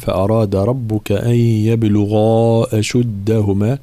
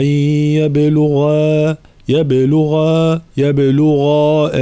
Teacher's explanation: الغين مفخمة وكذلك المد المصاحب للغين يبقى في التفخيم · Shown in: first take · فلا نقول أن يبلغا يبلغا يبلغا أشدهما هكذا.